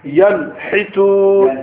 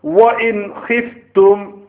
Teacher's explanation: the noon will be pronounced fully and clearly without hiding anything · Term: without gunna